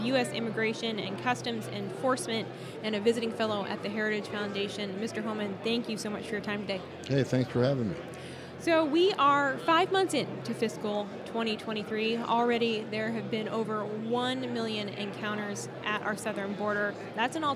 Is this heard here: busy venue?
yes